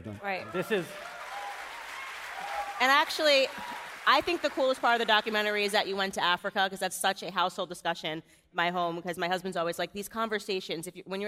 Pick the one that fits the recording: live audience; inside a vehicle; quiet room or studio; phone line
live audience